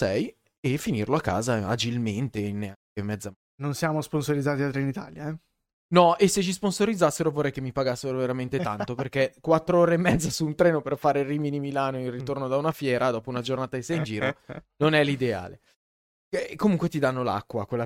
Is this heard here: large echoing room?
no